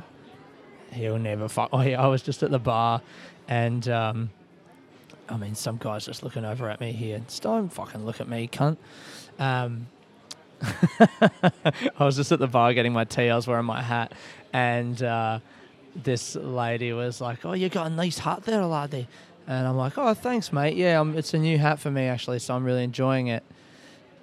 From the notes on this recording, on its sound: I recorded this episode of the podcast in Glasgow Airport while waiting for my flight to Paris.